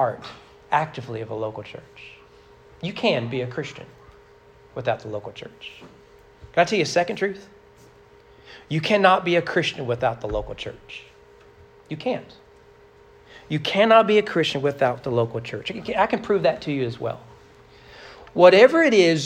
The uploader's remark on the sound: Sermon preached at Trinity Baptist Church on November 20, 2022 during morning worship.